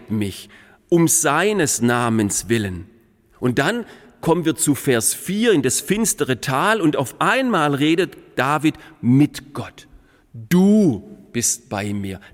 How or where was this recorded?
large echoing room